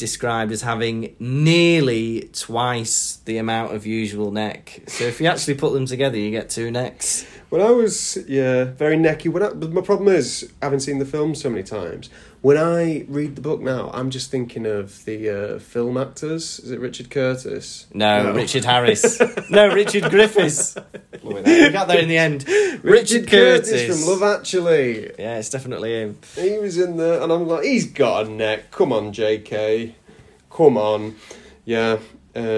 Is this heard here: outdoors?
no